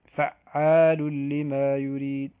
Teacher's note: ثم كذلك أيضا فعال لما يريد، فعال العين المشددة وبعدها حرف ألف، لكن لا يوجد سبب لزيادة المد على المد الطبيعي، فإذا هذا مد طبيعي بمقدار حركتين فلا يزاد على حده الطبيعي